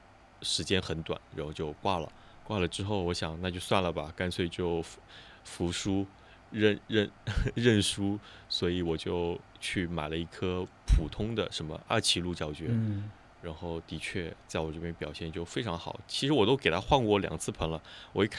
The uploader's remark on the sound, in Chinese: 本期主要是一次惊蛰的扬州散步。音频里有几段自然的声音。